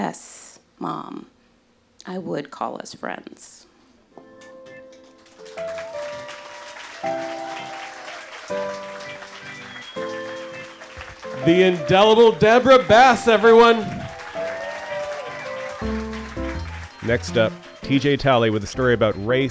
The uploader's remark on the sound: a live show debuting just a minute ago in May of 2022